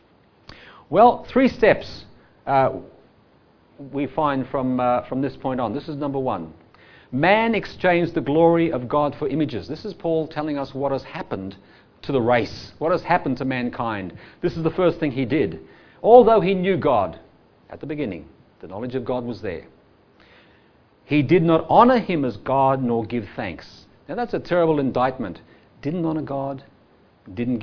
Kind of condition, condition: setting, live audience